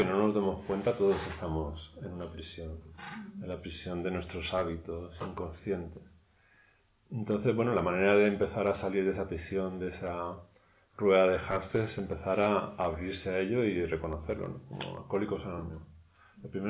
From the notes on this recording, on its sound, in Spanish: La grabación de dos sesiones de enseñanza realizadas durante el pasado retiro de invierno en el templo Luz Serena. La última sesión no se pudo grabar por problemas técnicos.